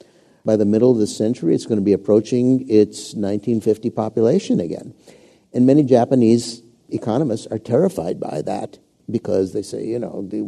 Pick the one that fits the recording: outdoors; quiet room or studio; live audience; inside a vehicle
live audience